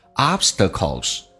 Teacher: obstacle 美式发音那个 t 发成 d 这个发音